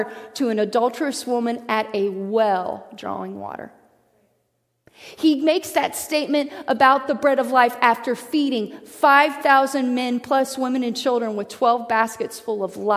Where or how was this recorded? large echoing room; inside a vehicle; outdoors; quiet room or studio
large echoing room